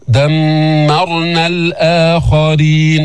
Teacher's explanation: ميم مشددة في غنة بينة حركتين